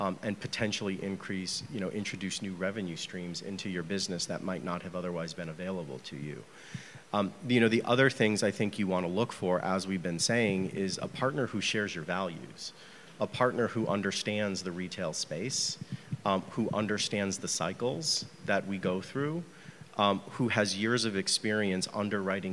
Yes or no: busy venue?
yes